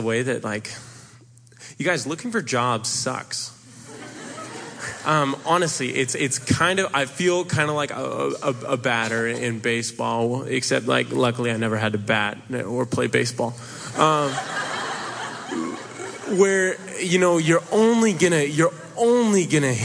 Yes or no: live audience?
yes